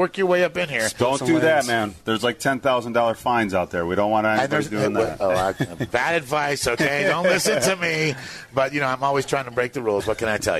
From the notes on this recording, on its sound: live from the 2019 GatorNationals